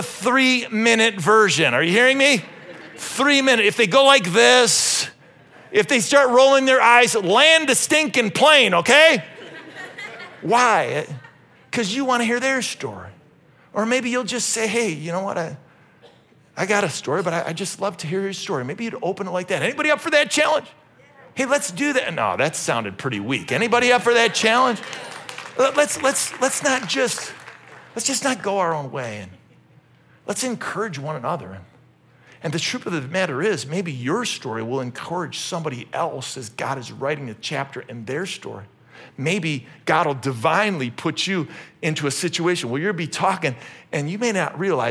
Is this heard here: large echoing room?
yes